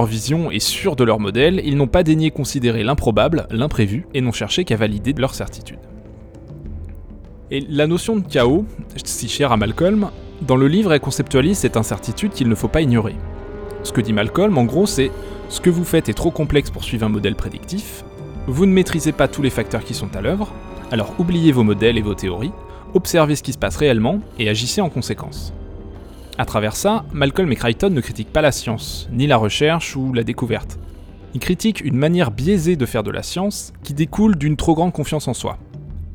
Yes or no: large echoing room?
no